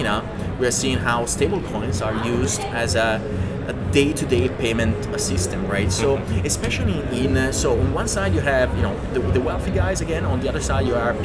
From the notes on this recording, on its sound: Live at Money2020 in Amsterdam. This episode was recorded live on the floor at Money2020, so please excuse the background noise.